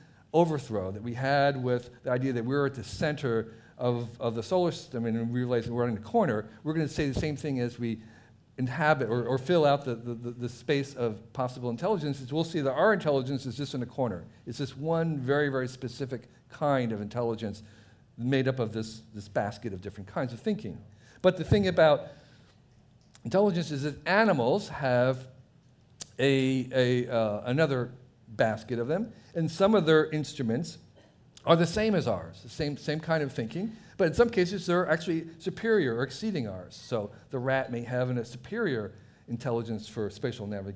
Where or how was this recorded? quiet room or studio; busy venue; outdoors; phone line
busy venue